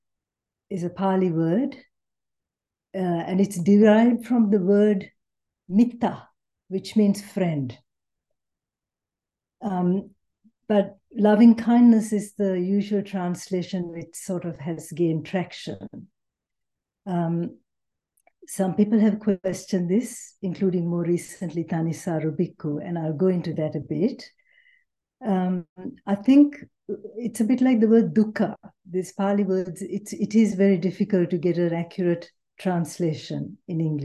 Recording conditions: video call